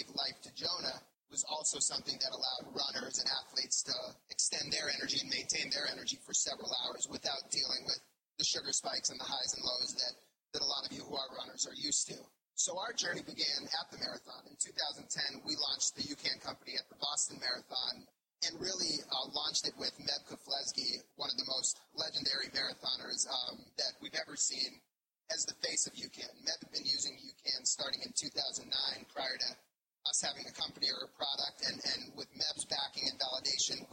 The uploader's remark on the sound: Live Podcast Event from the New York City Marathon. In this bonus podcast episode you will hear the replay from our live event at the New York City Marathon.